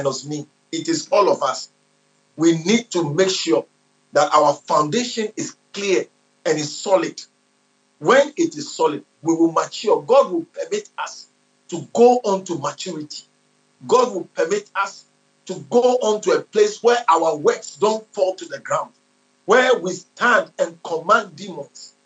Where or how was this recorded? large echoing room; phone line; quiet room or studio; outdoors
large echoing room